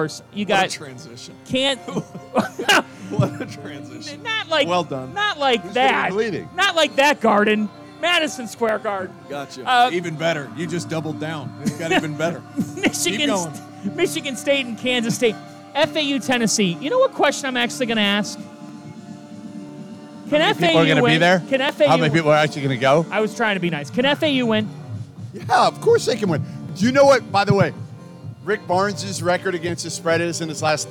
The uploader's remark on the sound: live from Stadium Swim in Las Vegas